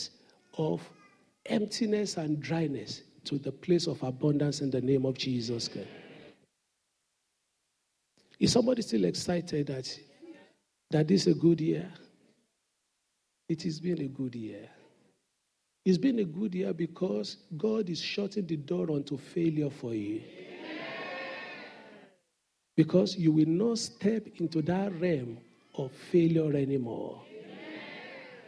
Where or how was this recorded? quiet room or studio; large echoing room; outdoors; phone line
large echoing room